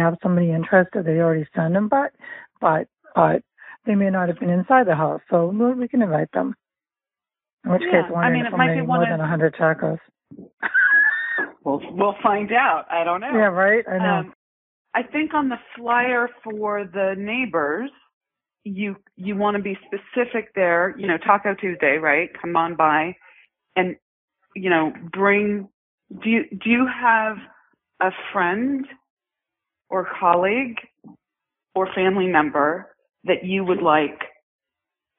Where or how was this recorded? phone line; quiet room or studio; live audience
phone line